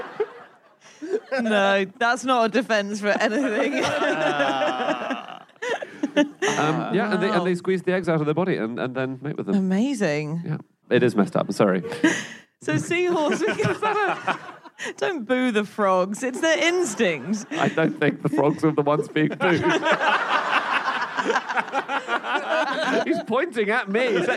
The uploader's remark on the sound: Live from Cardiff